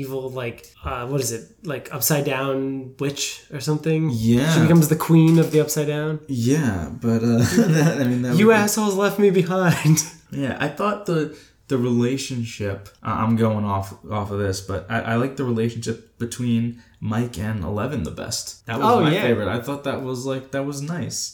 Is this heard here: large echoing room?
no